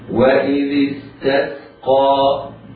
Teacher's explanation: ينطق كل منهما سينا ساكنة مرققة، فلا يفخمها حتى لا تبدل صادا